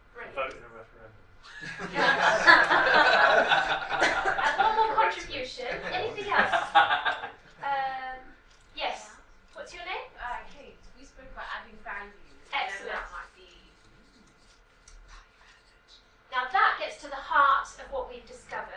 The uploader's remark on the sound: speaks at the SRHE Student Experience Network event